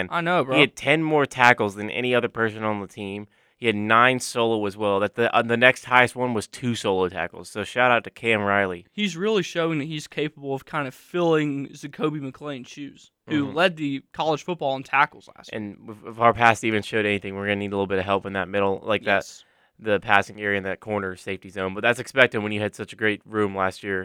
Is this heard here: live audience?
no